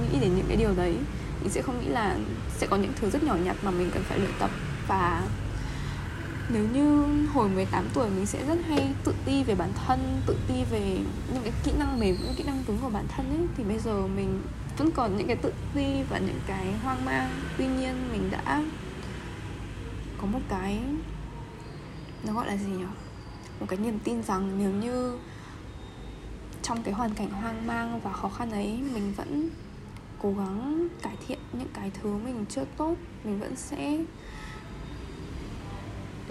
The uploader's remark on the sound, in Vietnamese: Ghi âm xong rồi mình mới phát hiện chỗ mình ở ồn thật đấy.